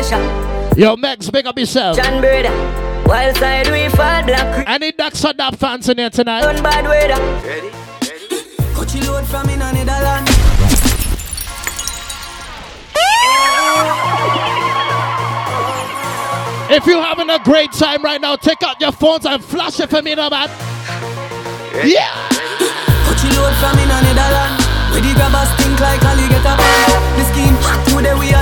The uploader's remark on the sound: BOAT CRUISE LIVE AUDIO